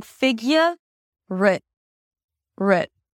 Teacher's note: And if I connect the two words together, it sounds like figure it. Because the R in the word figure becomes the beginning of the word it. So basically, you're saying figure it. · IPA: ˈfɪɡjər ə